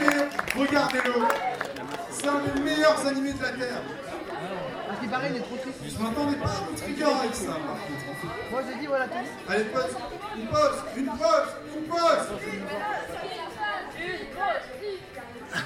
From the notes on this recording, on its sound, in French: Dernier enregistrement réalisé lors de Jap In Tarn 2017. Dernier enregistrement réalisé lors de Jap In Tarn 2017, le célèbre quiz de l'association Shiawa .